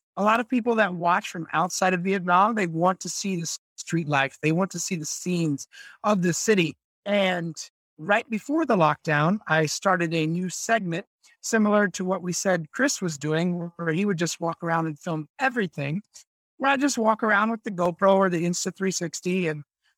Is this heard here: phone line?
no